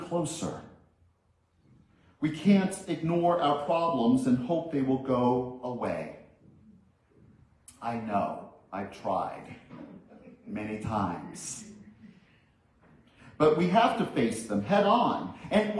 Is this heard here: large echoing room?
yes